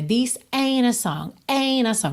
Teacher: Tem aí consoante oclusiva, por exemplo, T de ain't, que você nem escuta